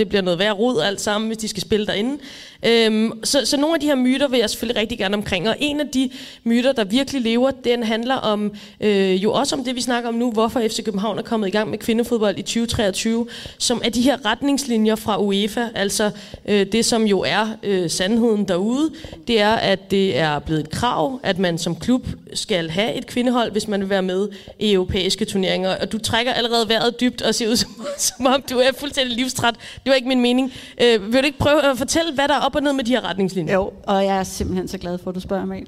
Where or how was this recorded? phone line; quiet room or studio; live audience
live audience